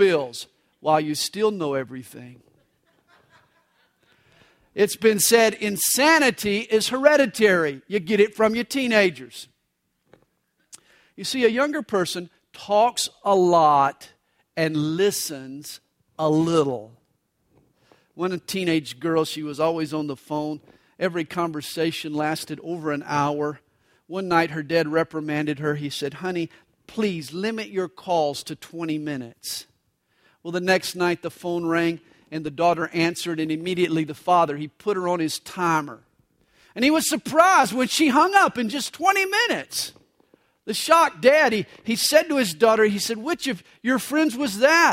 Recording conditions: live audience